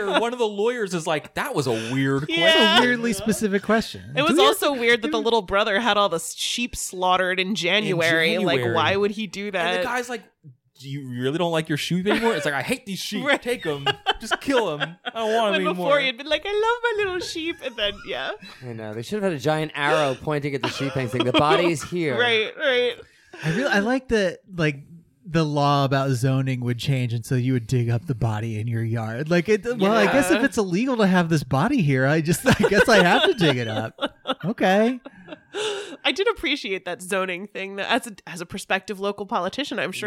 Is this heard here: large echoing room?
no